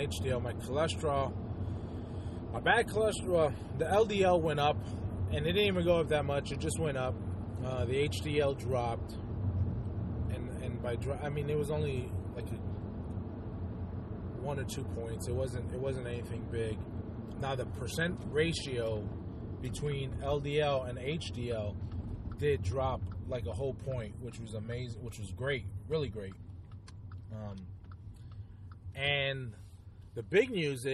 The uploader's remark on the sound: Just a quick carcast. (Well some I was driving).